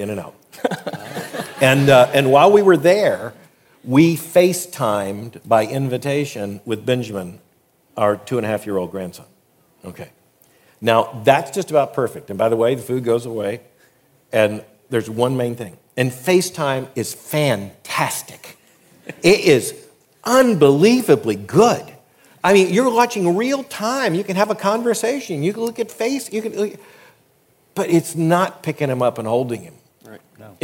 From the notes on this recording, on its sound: At the Southern Baptist Convention Pre-Conference in Dallas, Texas.